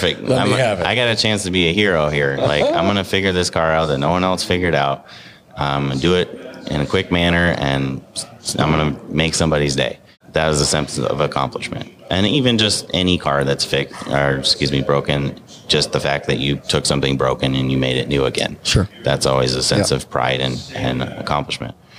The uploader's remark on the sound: This interview takes place at the ASA Colorado Summit in January 2020. Recorded in the lobby of the Lincoln College of Technology in Denver.